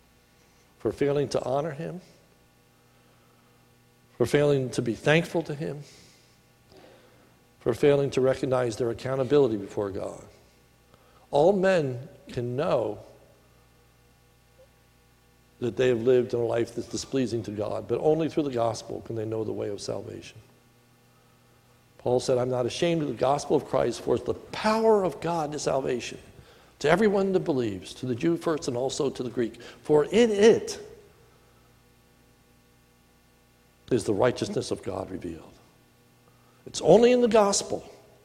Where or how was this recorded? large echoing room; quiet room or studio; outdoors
large echoing room